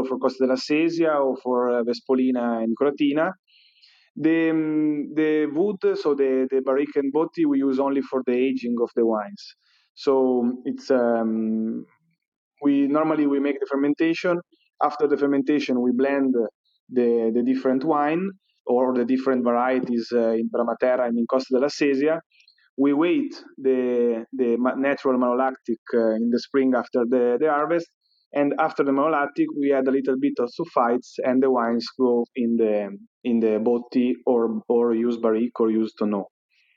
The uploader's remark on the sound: Clubhouse Ambassador's Corner. These sessions are recorded from Clubhouse and replayed here on the Italian Wine Podcast!